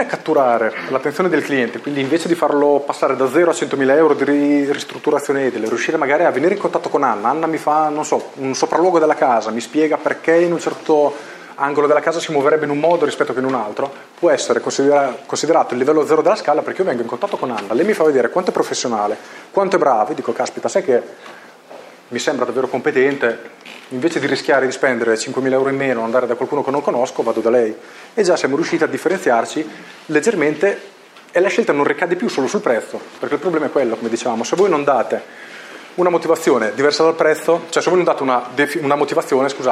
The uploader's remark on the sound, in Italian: La live dell’intervento che ho tenuto al Genius Club di Bologna.